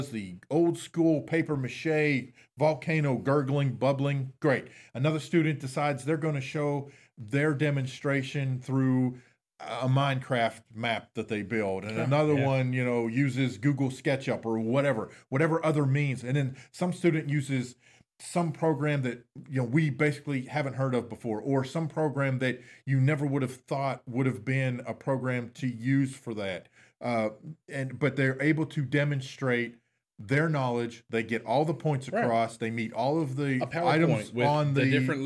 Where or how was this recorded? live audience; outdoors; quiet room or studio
quiet room or studio